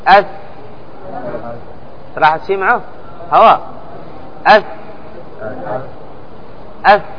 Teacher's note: لهذا تقول أث، قل كذا أث، راح تشي معه هواء، أث، أث. إذن لما خرج الهواء صار مهموس